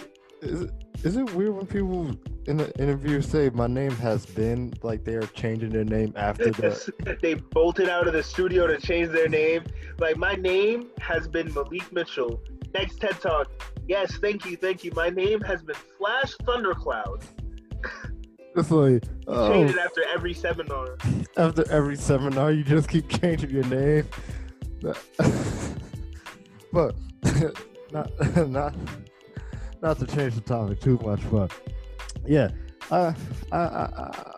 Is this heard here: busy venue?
no